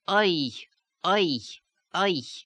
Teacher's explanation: You have oi, oi, oi, without the lips rounding · Term: Yiddish sound